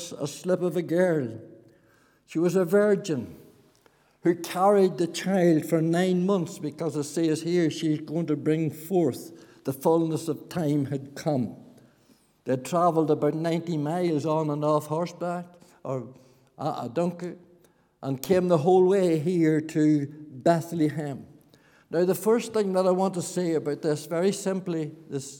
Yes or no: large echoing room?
yes